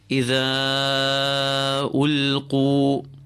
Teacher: إذا ألقوا كسرة nice and clean, ذال smooth. The long vowel after the ذال is pulled double its length because of the Hamza following it in a separate word. This is your secondary mad, known as the al-maddul munfasil, the separated mad.